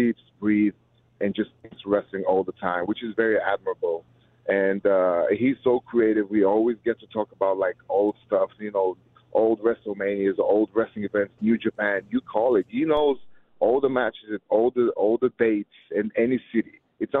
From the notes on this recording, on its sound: called in to talk